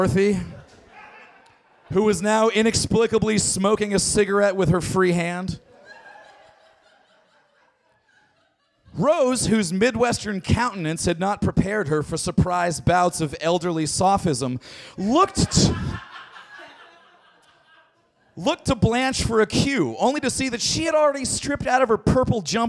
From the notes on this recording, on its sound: Recorded August 10, 2012 at the Brody Theater in Portland, OR.